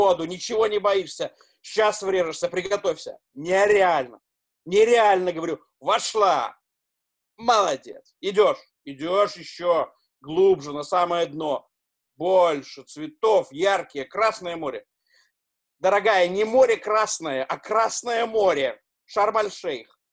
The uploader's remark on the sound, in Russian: Читка состоялась в формате zoomconference 4 и 6 мая 2020 года. Запись онлайн читки пьесы литовского драматурга … "Спящие". Читка состоялась в формате zoomconference 4 и 6 мая 2020 года.